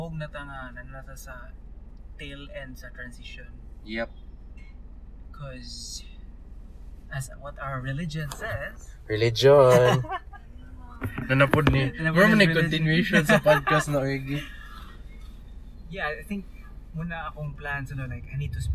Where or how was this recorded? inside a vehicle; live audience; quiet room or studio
inside a vehicle